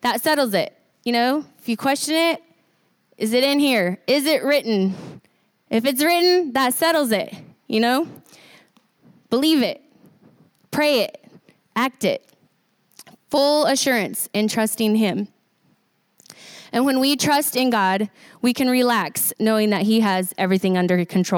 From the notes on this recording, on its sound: recorded on Sunday, May 12, 2019, during service at The Anchor Church in Rockport, Maine